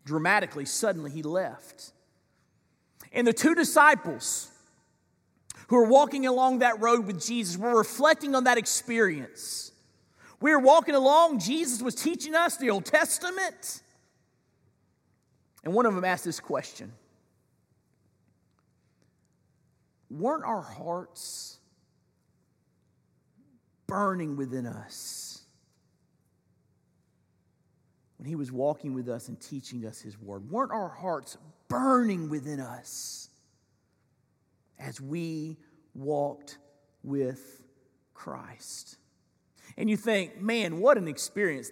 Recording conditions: large echoing room